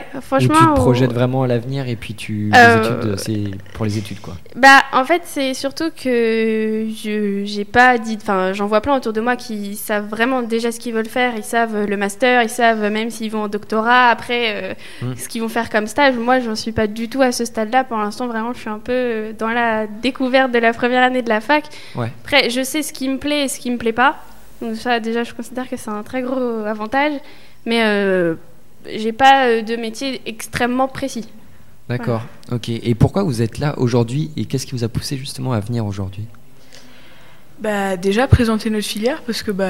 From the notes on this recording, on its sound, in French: Sont au micro de Radio2B pour présenter leur formation. Interview réalisée en direct samedi 2 février 2019, à l'occasion du 2nd Forum d'orientation du LRB.